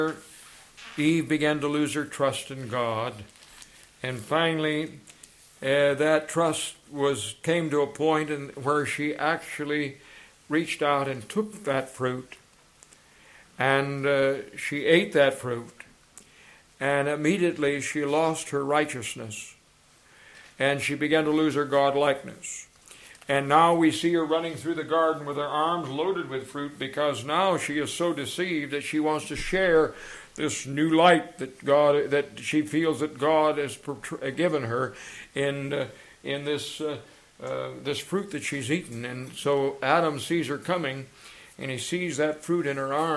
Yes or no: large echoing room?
yes